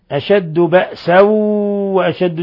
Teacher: تنوين فتح جاء بعد الواو إضغام بغنة